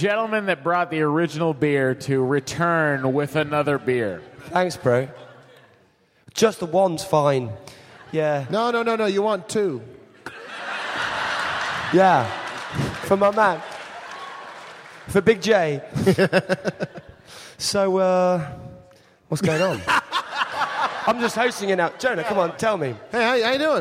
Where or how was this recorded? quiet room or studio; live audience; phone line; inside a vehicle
live audience